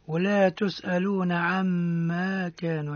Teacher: الميم مشدد إظهار الغنة فيها